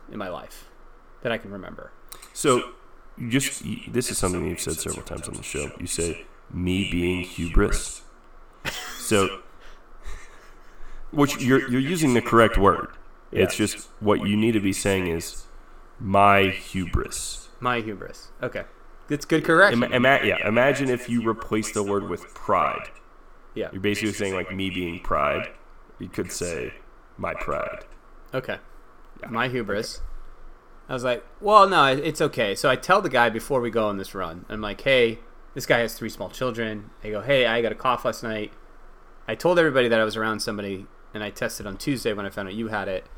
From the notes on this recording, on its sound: You'll hear an echo. I spent an hour editing this episode to get it to this point but it's still rough.